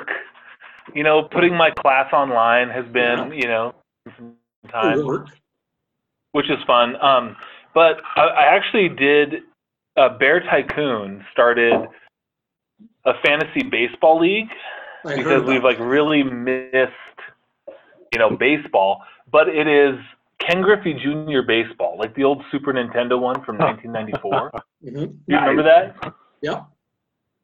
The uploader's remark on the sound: The guys are back together and properly socially distanced by way of a zoom conference call.